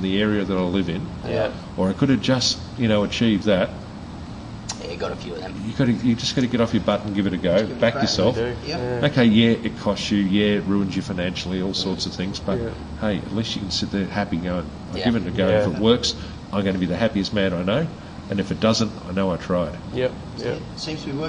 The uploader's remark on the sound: In this episode we caught up with owner & head brewer of White Brick Brewing at North Lakes, QLD. The brewery was a little loud, so there's a lot of background noise as well as loads of hiss. Apologies in advance for the poor audio quality.